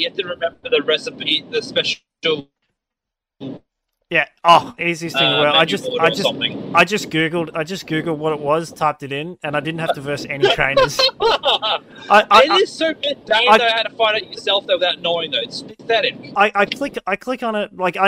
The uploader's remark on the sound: Car Edition